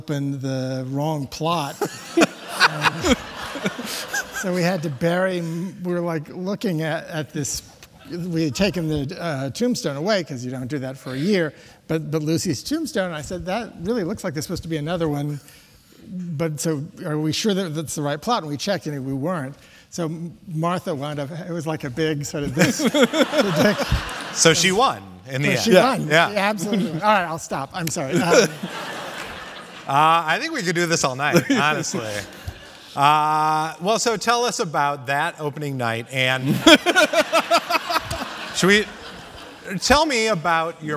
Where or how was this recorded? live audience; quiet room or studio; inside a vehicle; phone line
live audience